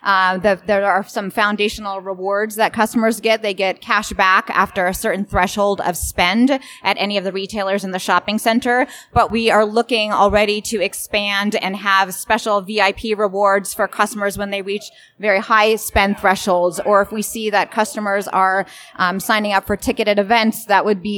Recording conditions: live audience